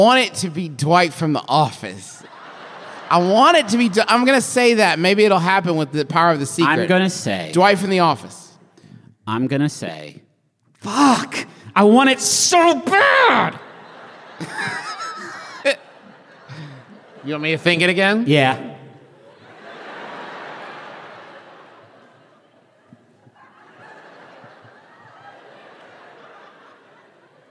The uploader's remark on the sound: Live from Washington, DC! We're answering live questions.